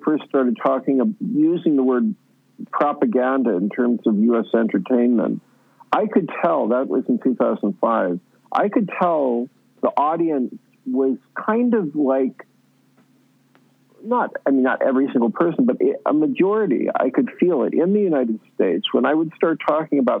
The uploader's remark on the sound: we get on the phone with filmmaker